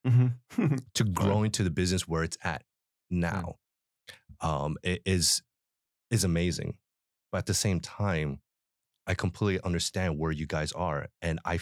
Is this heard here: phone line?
no